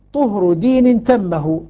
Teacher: الطاء والدال والتاء من طرف اللسان مع أصول الثنايا العليا